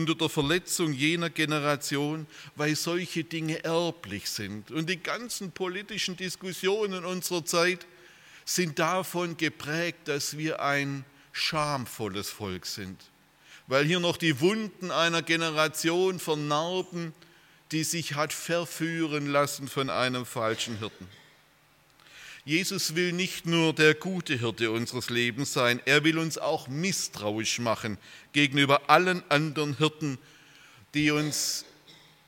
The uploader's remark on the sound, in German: aus dem Gottesdienst der Liebenzeller Mission